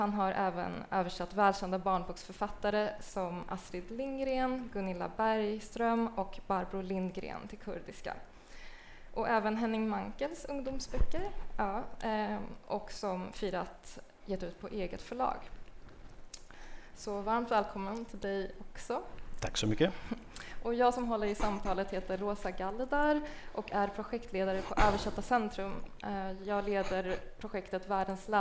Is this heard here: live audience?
yes